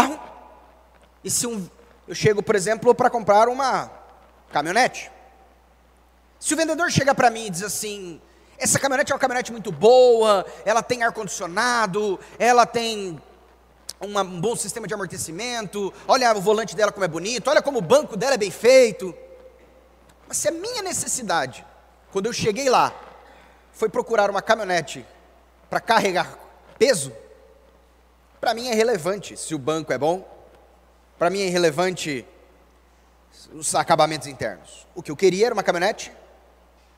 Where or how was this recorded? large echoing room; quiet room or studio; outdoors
large echoing room